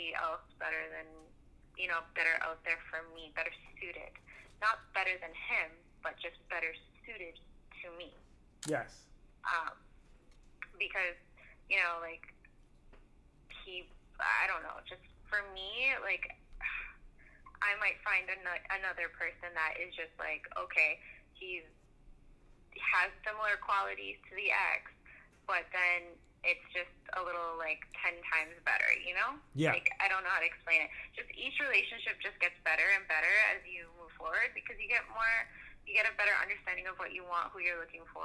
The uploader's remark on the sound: Is also our first "over the phone" conversation...so technically, not really a "sit down".